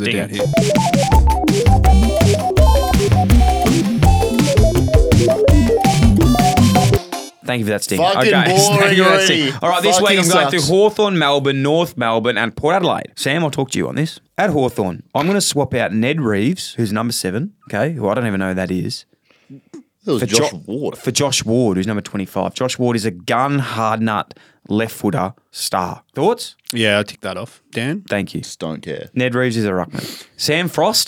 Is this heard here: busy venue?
no